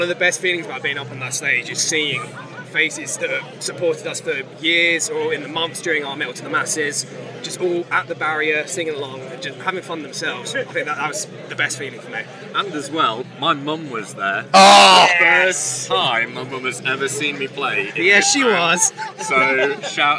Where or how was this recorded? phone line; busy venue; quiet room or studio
busy venue